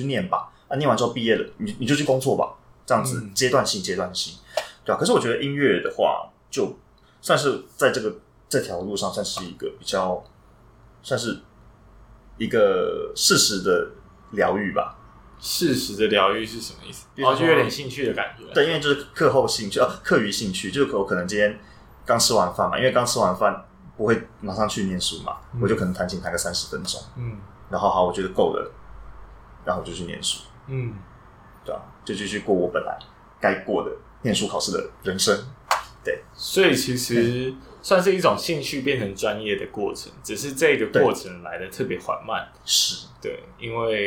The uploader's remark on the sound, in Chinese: 雖然這集很抱歉收音滿差，沒想到他家旁邊有醫院、外面是台灣大道，聲音吵雜的程度讓我剪輯有點崩潰。